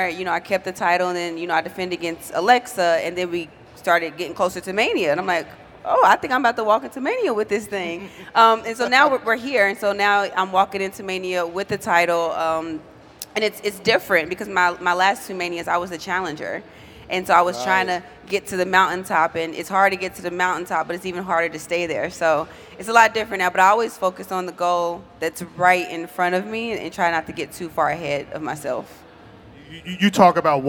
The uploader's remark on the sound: Live at 'WrestleMania' Superstore